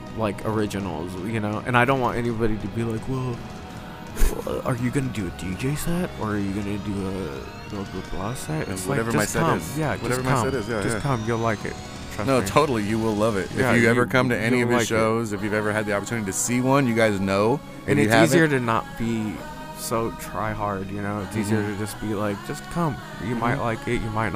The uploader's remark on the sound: live from Spokeasy